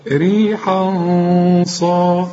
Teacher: علشان الصاد هنا مفخمة، واخد بالك، شوف، إنا أرسلنا عليهم ريحا صاد، شوف ريحا صاد، الأول الحاء حرقها وبعدين الغنة هفخمها بقى عشان الصاد